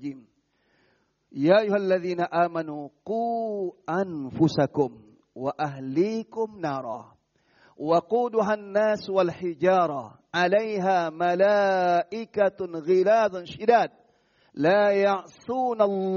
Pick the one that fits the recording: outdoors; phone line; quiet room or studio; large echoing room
large echoing room